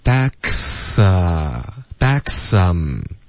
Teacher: 大家注意这个 k 和 s 的音呢要连发，一直发到这个 a 的音